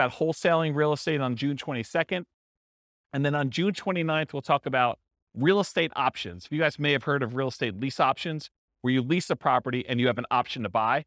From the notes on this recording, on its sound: This was a live class recorded